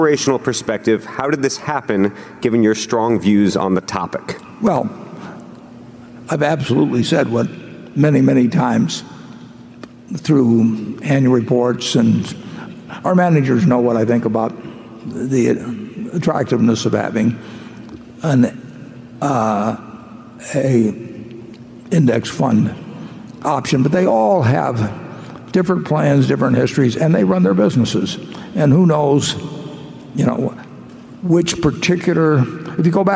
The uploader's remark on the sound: Q & A at the 2018 Berkshire Hathaway Shareholders Meeting